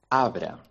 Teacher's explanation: Però fixeu-vos, he dit arbre. Tot i que escrivim A-R-B-R-E, la primera R no es pronuncia.